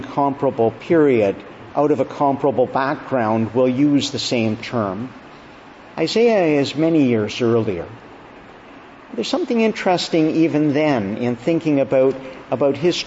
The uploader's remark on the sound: June 5, 2022 Evening Service. Preached at Evening Prayer, beginning of Augustine College Summer Conference.